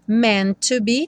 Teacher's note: o primeiro T não vai ser pronunciado, você vai ter uma ligação dos dois T's, né? Então tem meant to be, um T só soando.